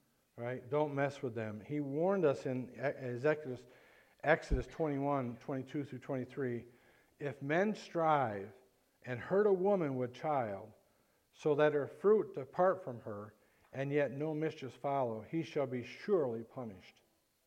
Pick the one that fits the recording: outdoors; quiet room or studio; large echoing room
large echoing room